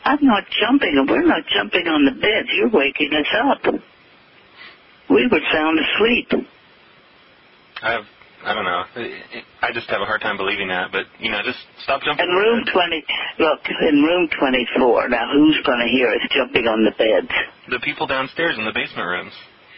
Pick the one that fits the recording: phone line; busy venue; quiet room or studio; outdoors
phone line